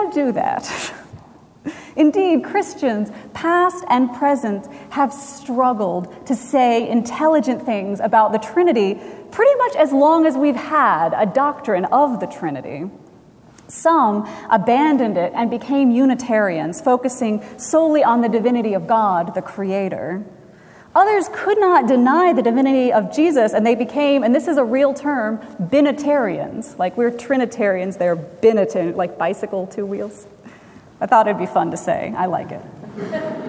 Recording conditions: large echoing room